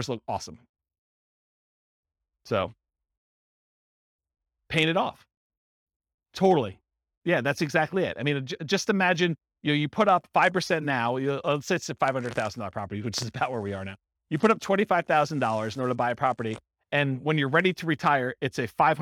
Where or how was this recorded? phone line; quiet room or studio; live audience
live audience